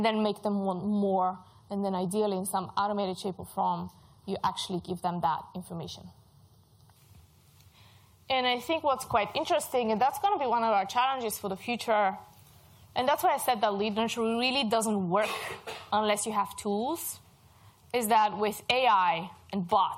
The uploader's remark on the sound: Recordings from HubSpot User Group Meeting - The London HUG - February 2019